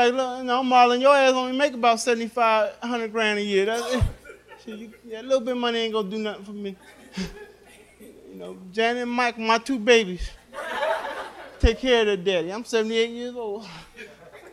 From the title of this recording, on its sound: Live at The Laff House